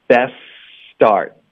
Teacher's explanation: best 很常见的一个词， t 的音我们就彻底省略，然后 best 的这个思音呢跟 start 的这个思音呢，两个都是思的音，我们就直接连起来，中间不要停顿